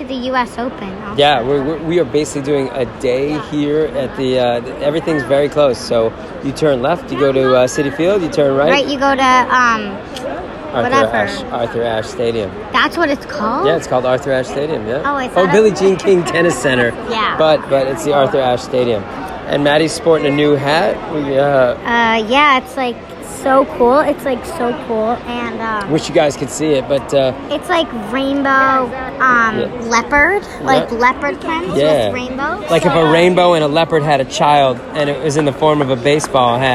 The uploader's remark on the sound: Live at Citifield!